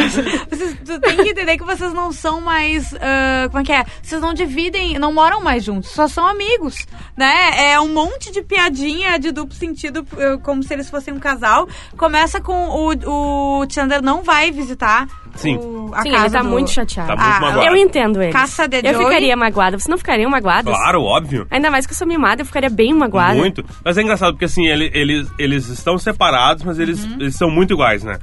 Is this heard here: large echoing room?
no